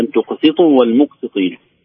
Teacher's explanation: وتقسطوا السين مكسورة مرققة، نخشى أن نفخمها نقول وتقسطوا بالصاد